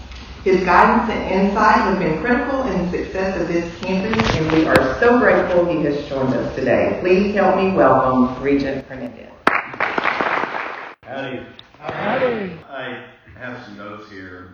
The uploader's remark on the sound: Highlights from the Texas A&M news conference in McAllen. The address of the Texas A&M University Higher Education Center at McAllen is 6200 Tres Lagos Blvd., McAllen. Here is an audio highlights package from the news conference.